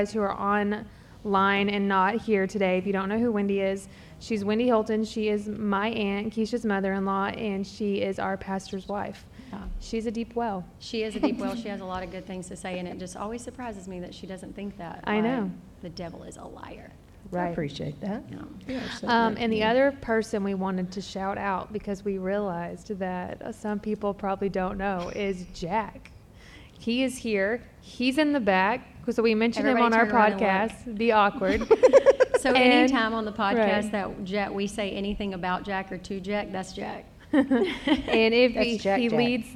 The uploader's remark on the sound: LIVE at SFL Conference